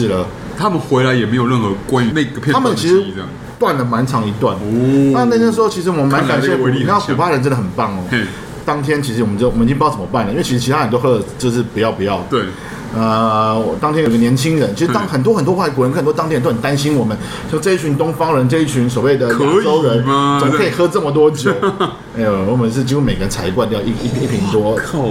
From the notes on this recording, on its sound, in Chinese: 本集白噪音指數：蚊風級 1/5。ABV Bar & Kitchen 內的精釀啤酒們也都安安份份地被收在冰櫃中。錄音地點： ABV Bar & Kitchen 台北日式居酒館。